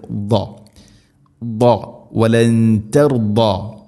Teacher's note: ദാദ് ഉച്ചരിക്കുന്ന സമയത്ത് നാവിൻ്റെ ഏതെങ്കിലും ഒരു സൈഡ് അണപ്പല്ലുകളോട് ചേർന്ന് നിൽക്കണം, അതിൻ്റെ അരു നീളത്തിൽ തട്ടിക്കൊണ്ടായിരിക്കണം ആ ഒരു ശബ്ദം വരേണ്ടത്.